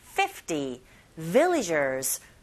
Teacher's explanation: 이 숫자는 15과는 달리 앞부분에 강세를 주시면 되죠.